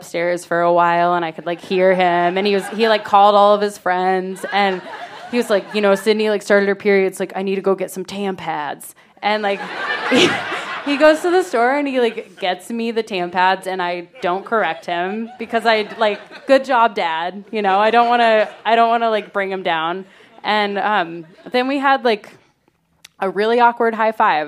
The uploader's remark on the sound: told this story live on 15 February 2017